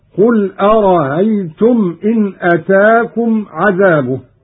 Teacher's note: قرأ قالون بتسهيل الهمزة الثانية من أرأيت الاستفهامية هكذا: قل أرأيتم إن أتاكم عذابه.